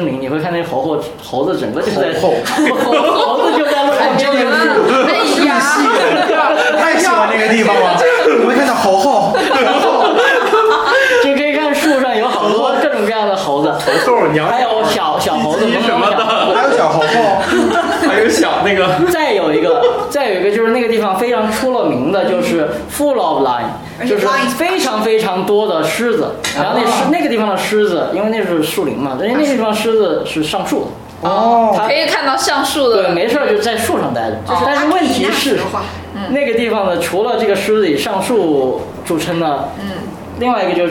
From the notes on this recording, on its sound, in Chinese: 本期节目为在张大妈办公区用录音笔录制，可能有街道上的杂音，请见谅。